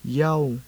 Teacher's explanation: First, the high falling tone.